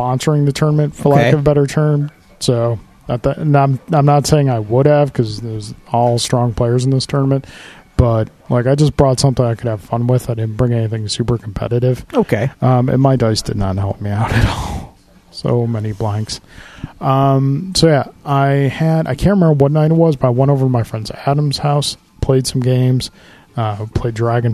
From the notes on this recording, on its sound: live from Iron Buffalo Comics, Games, and Coffee